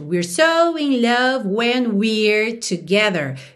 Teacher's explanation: esse primeiro we're, we are contraído, vem bem curtinho porque o so é mais forte.